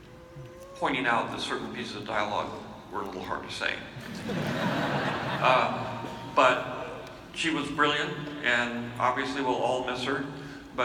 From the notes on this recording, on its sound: Listen to this exclusive live audio from Star Wars Celebration Orlando 2017. This was recorded in person while at the 40th Anniversary panel in SWCO 2017.